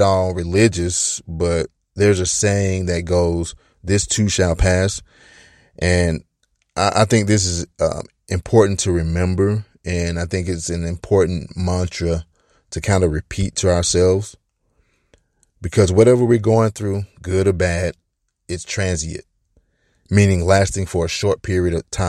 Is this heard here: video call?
no